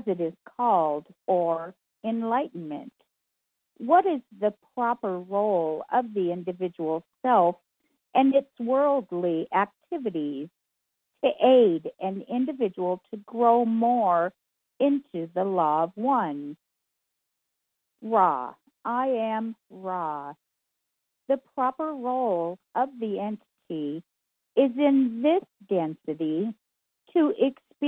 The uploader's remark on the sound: Conference Call LIVE, April 4, 2022